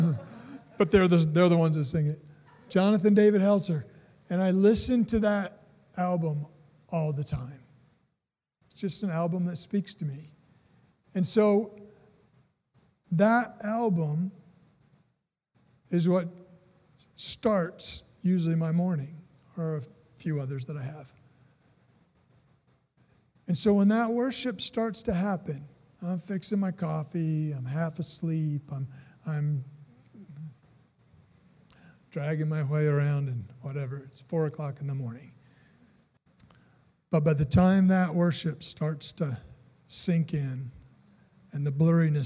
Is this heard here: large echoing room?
yes